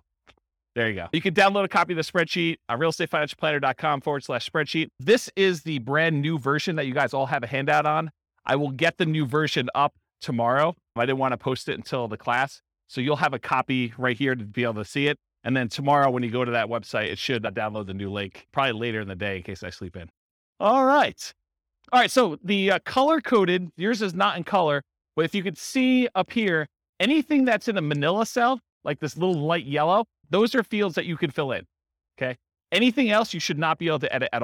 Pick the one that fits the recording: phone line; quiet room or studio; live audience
live audience